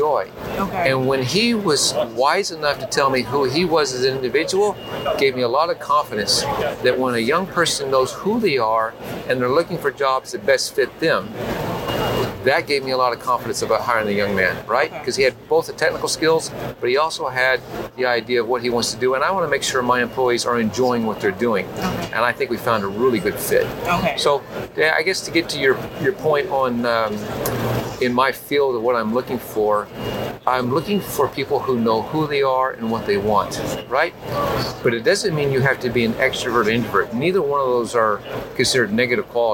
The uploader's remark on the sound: live at ANTEC® 2022